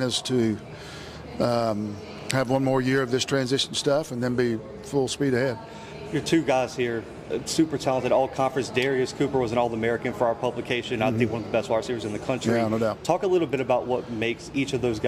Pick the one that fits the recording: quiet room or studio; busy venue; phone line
busy venue